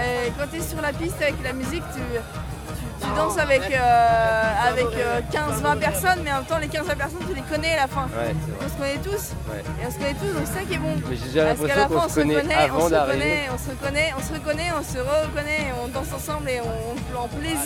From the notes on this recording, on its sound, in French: Lors du festival Ilophone de septembre 2022, l'équipe de radio Pikez s'est déplacée pour y capter l'ambiance et y faire des rencontres. Artistes, bénévoles, festivalier.ère.s et habitant.e.s de Ouessant se retrouvent tour à tour aux micros.